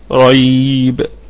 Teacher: طيب لا ريب، لا حرف نفي وهو مرقق ونقف عليه بوجه واحد مد طبيعي وقفا واصلا، ريب الراء مفخمة في البدء والوصل، والياء حرف لين وصلا وهو عارض للسكون وقفا، يبقى حرف لين وصلا وهو مد لين عارض للسكون وقفا، ريب.